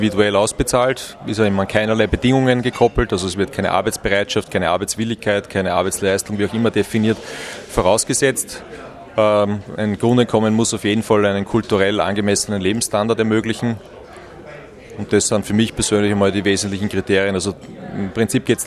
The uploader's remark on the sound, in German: Die Sendung wurde im Café Weitzer in Graz aufgezeichnet